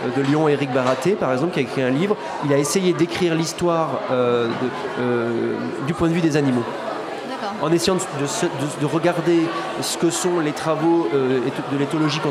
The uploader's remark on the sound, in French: Cette émission a été enregistrée en public à la REcyclerie dans le cadre des initiatives de Radio Campus France pour la COP21.